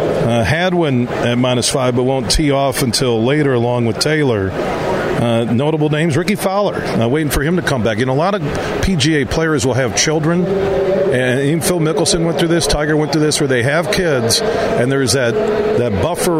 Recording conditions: busy venue